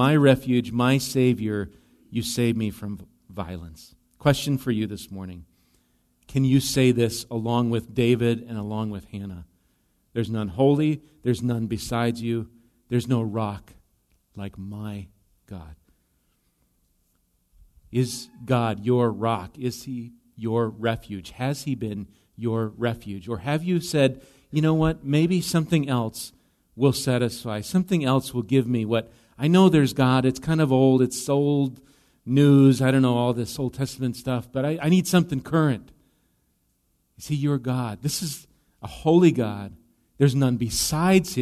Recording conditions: large echoing room